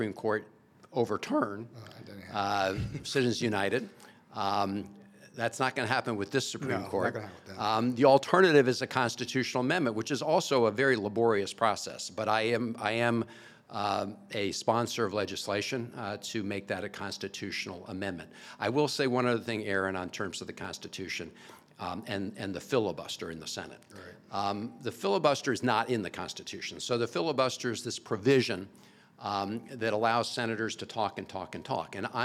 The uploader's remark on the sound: This year’s MACo Summer Conference featured a live recording of the No Pix After Dark Podcast